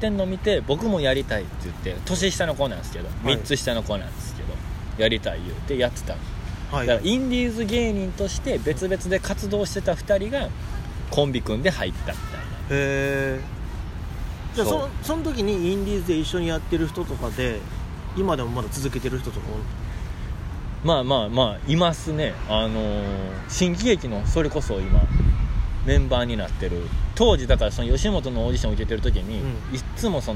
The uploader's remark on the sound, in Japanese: 大阪。公園収録。